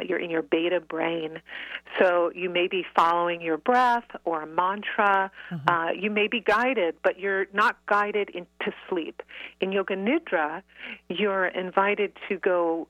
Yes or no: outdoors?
no